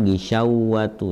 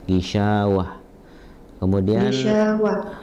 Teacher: Gisyawah, jadi bukan masuk ke waw. Jadi dipanjangkan sya-nya dua harokat. · Shown in: second take